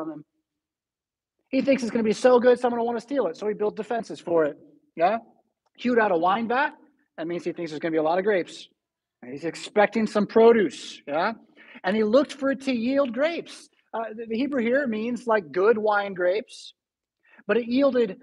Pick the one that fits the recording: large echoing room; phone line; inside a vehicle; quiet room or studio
large echoing room